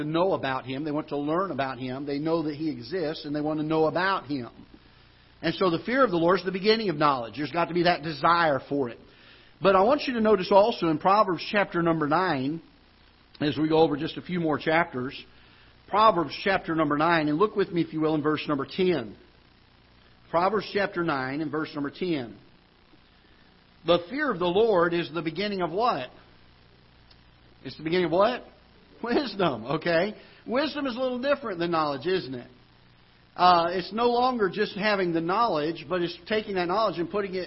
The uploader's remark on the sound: Ketha Heights Baptist Church ~ Live Broadcast